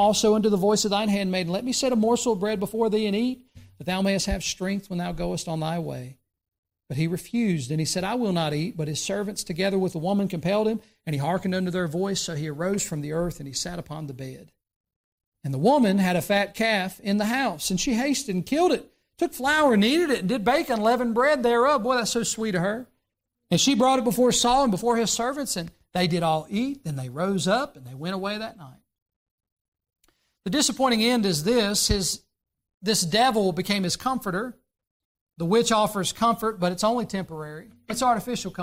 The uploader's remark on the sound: during the Sunday morning service on November 29, 2023, at Southside Baptist Church in Mount Airy, NC.